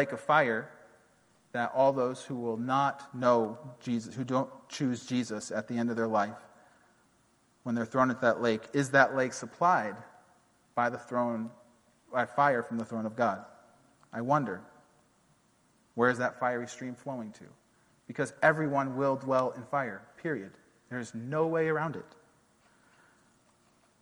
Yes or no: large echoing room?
yes